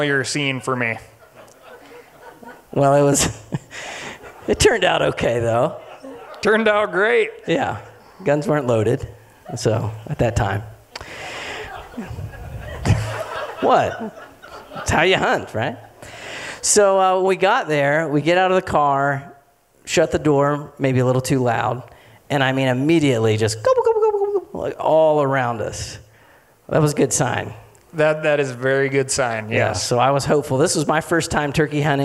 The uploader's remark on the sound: Reconnecting Roots Live 2019. In July 2019, Reconnecting Roots hosted a live event called "Concerts & Conversations" at Music Ranch Montana.